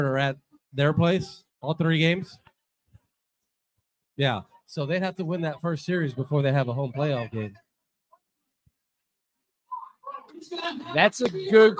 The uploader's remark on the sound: LIVE at The Stretch! At The Stretch just steps away from Great American Ballpark. Yes, we know there are some audio issues. Hey, we tried our best.